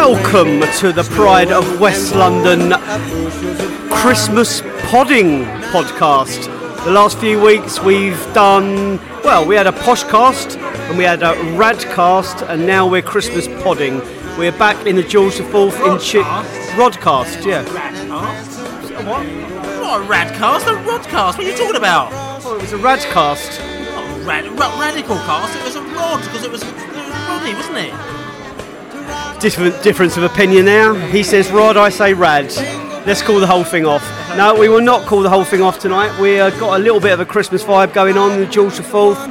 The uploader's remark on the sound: The Beesotted pre-Bolton Christmas Podcast. Met up for pre-Christmas drinks at the George IV pub in Chiswick.